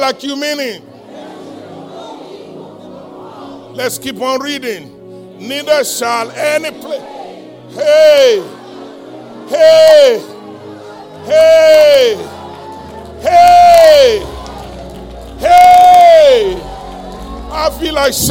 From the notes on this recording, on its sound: live-recording